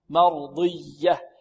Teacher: والياء هنا مشدده فيها نبر